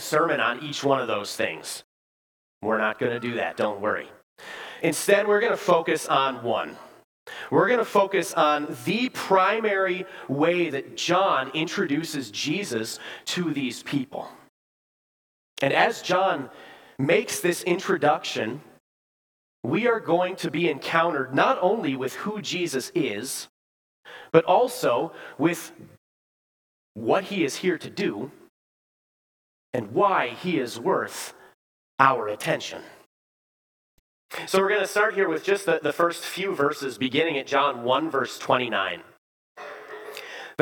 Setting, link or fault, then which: setting, large echoing room